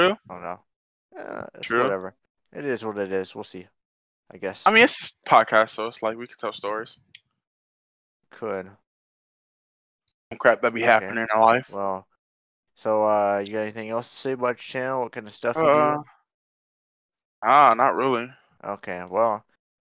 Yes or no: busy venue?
no